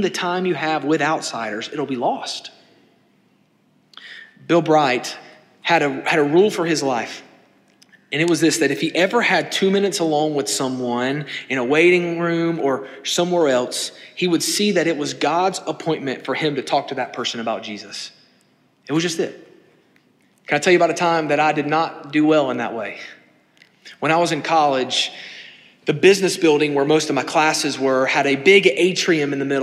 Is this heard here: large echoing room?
yes